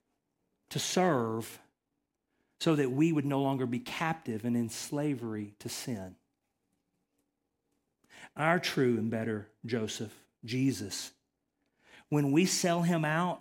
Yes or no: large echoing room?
yes